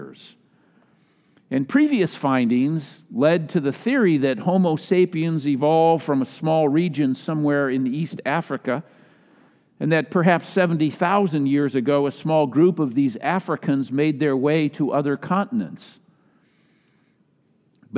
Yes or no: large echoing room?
yes